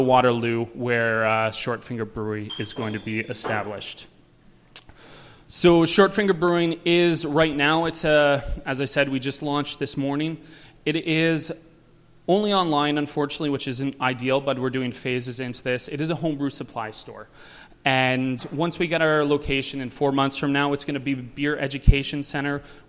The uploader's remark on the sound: Recorded live at the Great Canadian Homebrew Conference put on by the Canadian Amateur Brewers Association.